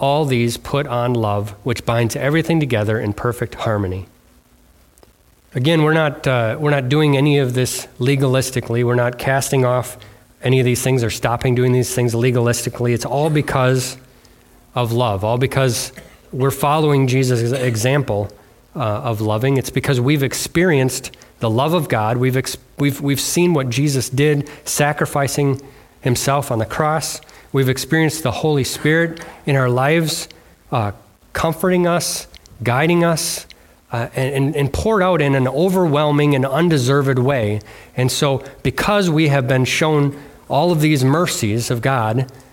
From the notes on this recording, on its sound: delivered on Sunday, February 25th, 2024 at Bible Center Church in Maiden Rock, Wisconsin